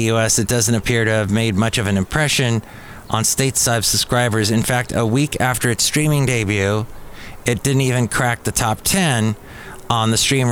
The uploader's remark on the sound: podcasts live from Cafe Anyway